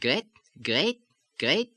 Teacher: The A sound, as in great, softens slightly toward the E.